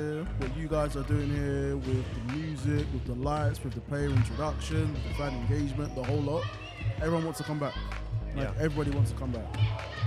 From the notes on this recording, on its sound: Live Basketball from Ravelin Sports Centre. We visit a live basketball match that wasn't to be...what could go wrong!